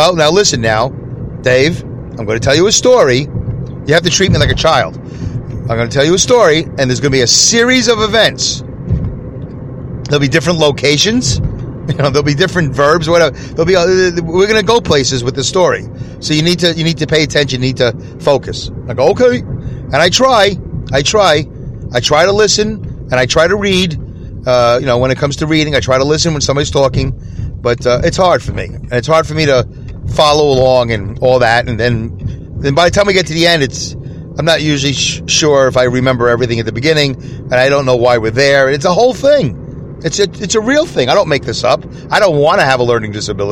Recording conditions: inside a vehicle